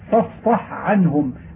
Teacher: فإذا سكنت الحاء قبل العين قربت من الإدغام فيجب التحفظ ببيانها · Term: بيان الحاء